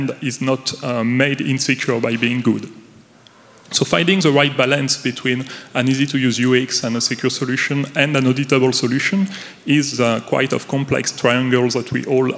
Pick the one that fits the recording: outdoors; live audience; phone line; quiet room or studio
live audience